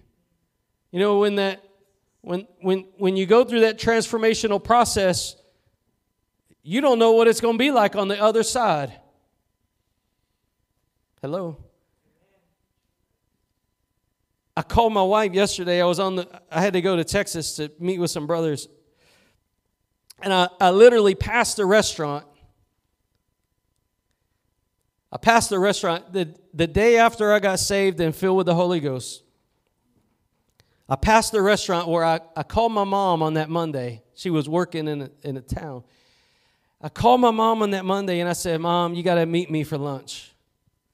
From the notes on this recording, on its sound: Preached at Gospel Lighthouse in Bossier City, La.